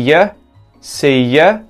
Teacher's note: The U gets turned into a schwa sound in there instead of ooh